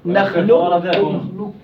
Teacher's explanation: بالإضغام الكامل عند حفص كيف نخلقكم كاف خالصة كاف وأضغمناها بالكاف كاف مشددة القاف خليناها كاف وأضغمنا الكاف في الكاف في الإضغام الكامل وهذا الذي قرأ به حفص غير من القراء